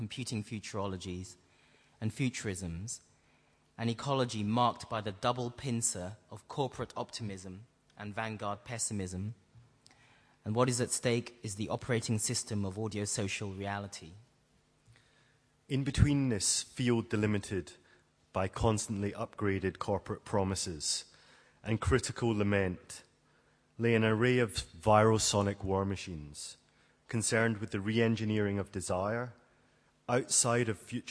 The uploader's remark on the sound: presentation at Audio Poverty in Berlin